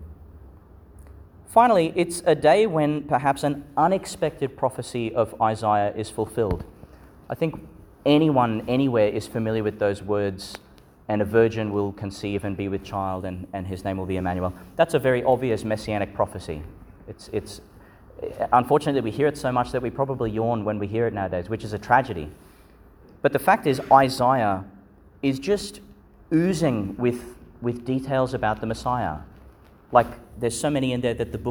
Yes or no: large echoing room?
yes